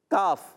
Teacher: زبان کی جڑ اور تالو کا سخت حصہ · Term: کاف کا مخرج